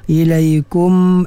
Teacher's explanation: menzahirkan sifat yang asli kepada mim yang sukun iaitu gunnah · Term: izhar syafawi